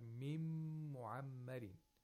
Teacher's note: which is idgham of nun sakina into mim, which is ma'al ghunna